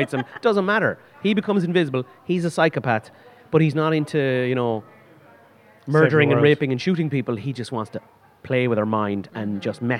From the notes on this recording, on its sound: Recorded at Eye Cinema Galway.